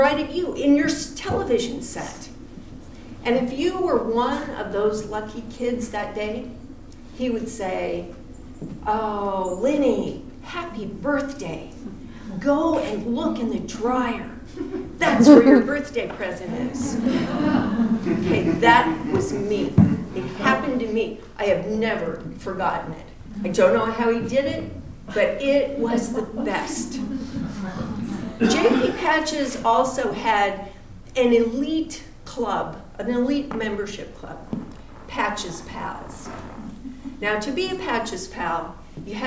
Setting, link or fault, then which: setting, live audience